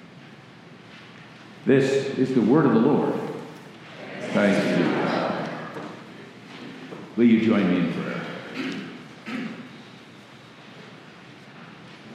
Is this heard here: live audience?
yes